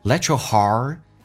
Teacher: T 加也发 ch 这个发音